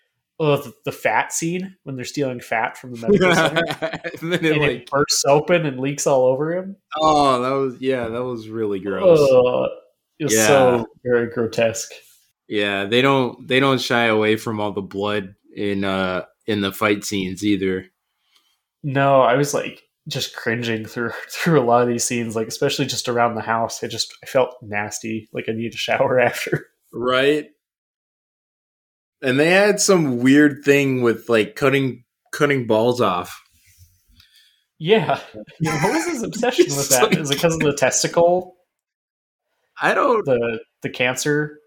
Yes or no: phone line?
no